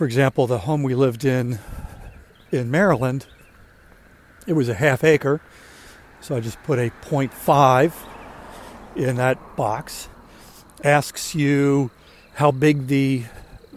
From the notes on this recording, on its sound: During today's ten-minute walk